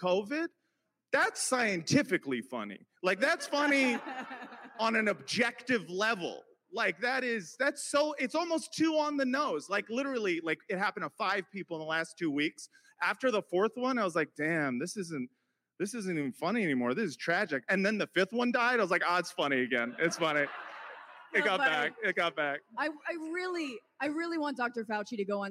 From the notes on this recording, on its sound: LIVE from Portland. Had the pleasure of sitting down in person with BLM activist and journalist.